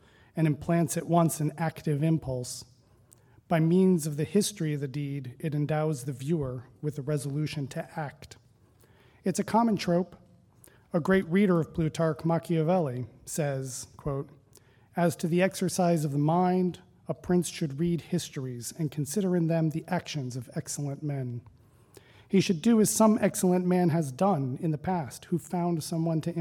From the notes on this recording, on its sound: Recording of a lecture delivered on August 25, 2017. As part of the Formal Lecture Series.